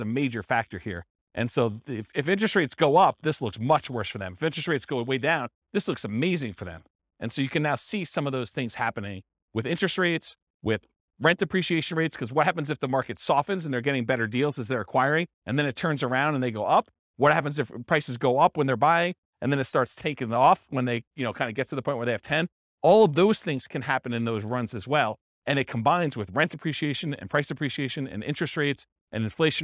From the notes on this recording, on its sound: This was a live class recorded